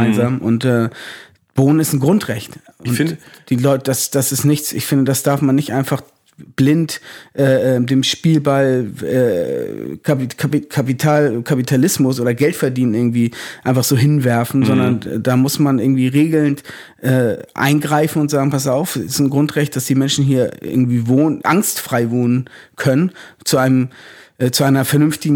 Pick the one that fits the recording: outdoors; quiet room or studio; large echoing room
quiet room or studio